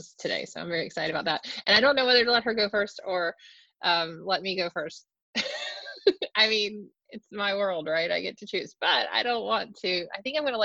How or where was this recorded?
video call